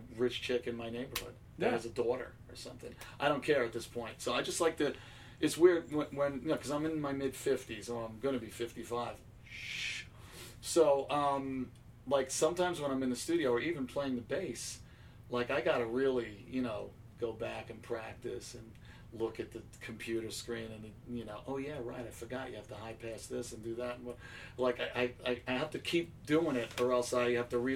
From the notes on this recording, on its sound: This episode was recorded on board the Monsters Of Rock Cruise 2019 with the sound of the waves of the Carribbean coming through the cabin door.